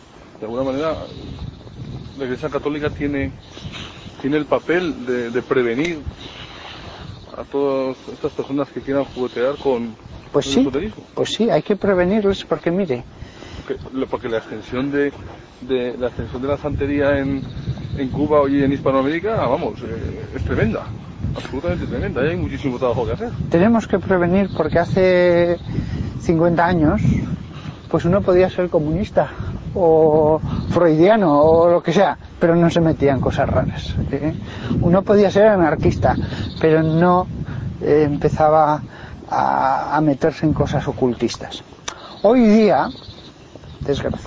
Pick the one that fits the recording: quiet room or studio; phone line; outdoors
outdoors